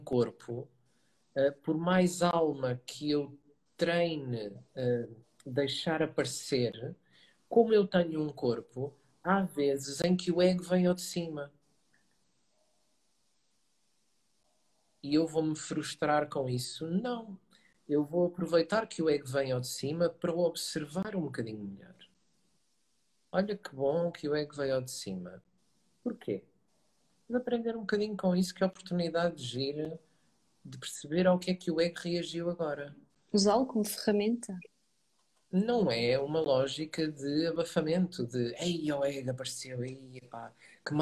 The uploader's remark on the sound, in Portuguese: Conversa Live IG